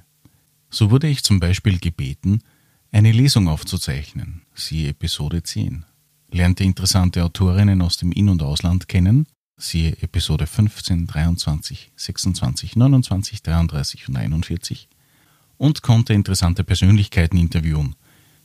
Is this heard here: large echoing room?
no